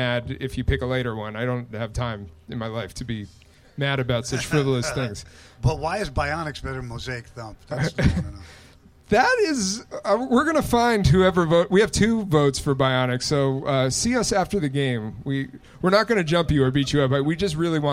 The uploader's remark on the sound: Live from LA. Live from Delicious Pizza Hollywood on July 20, 2023.